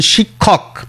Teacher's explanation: কেননা খয় খয় হবে না, দুটো মহাপ্রাণ বর্ণ আমরা একসঙ্গে উচ্চারণ করতে পারি না, একটি প্রথমটি অল্প প্রাণ হয়ে যায়। · Term: কয় খ